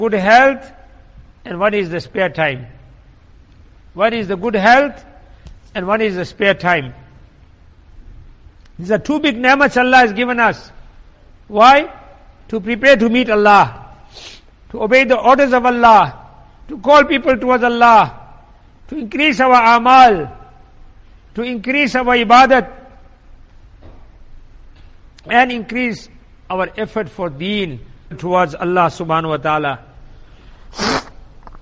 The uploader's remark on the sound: Jumuah lecture at Masjid e Quwwatul Islam.